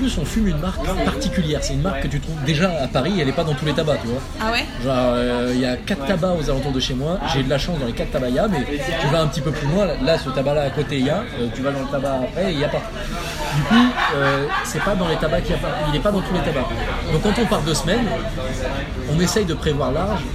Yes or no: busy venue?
yes